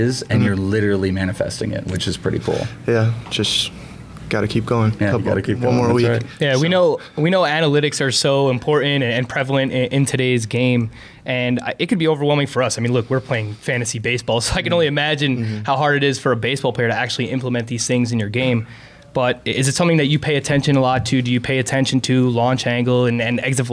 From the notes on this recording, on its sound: We're podcasting LIVE from First Pitch Arizona!